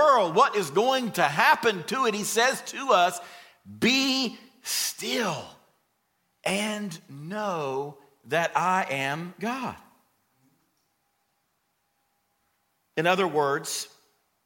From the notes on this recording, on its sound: Recorded from the LifePoint Church Stewarts Creek Campus in Smyrna, TN.